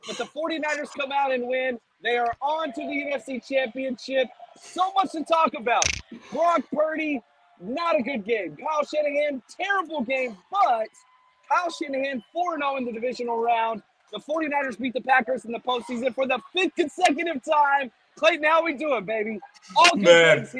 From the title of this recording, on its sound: Live From Levi’s